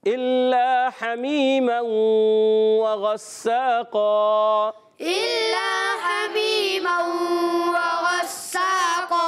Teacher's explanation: سا علی مدہ ایک الف کھینچنا ہے اور قاف کی ادائیگی قاف موٹے حروف میں سے حرف مستعلیہ میں سے موٹا کریں گے اور دو زبر کی تنوین کو وقف کی صورت میں الف